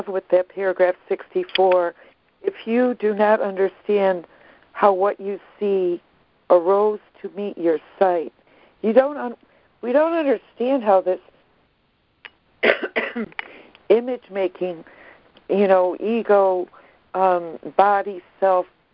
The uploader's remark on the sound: ACIM Daily Conference Call.